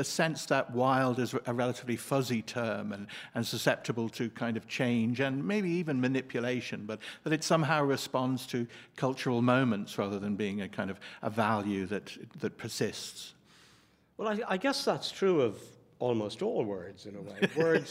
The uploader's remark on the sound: Recorded live at Dublin Book Festival.